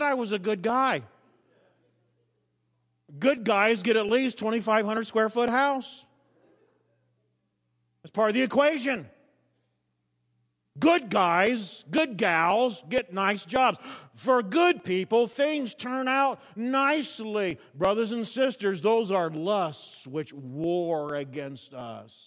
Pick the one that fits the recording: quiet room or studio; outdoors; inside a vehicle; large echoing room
large echoing room